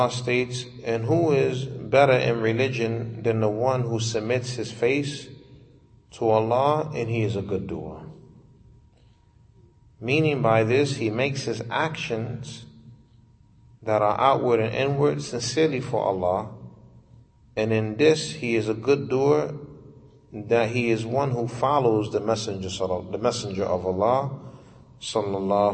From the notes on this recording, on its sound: Lecture given at Masjid Nur Allah, Queens, Ny.